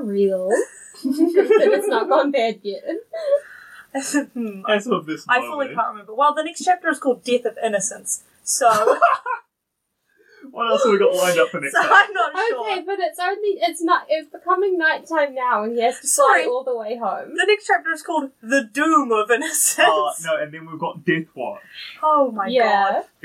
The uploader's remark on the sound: Sorry this episode is so quiet, we had major technical difficulties.